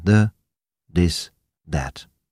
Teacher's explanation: Und das stimmhafte TH klingt beinahe wie ein D